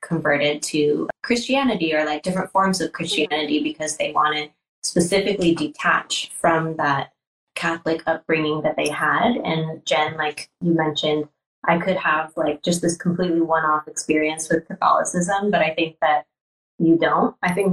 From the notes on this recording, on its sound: Instagram Live Interview